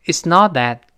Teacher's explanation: 那个 not，最后那个 T 失去爆破了，因为 T 是爆破音，碰到别的辅音了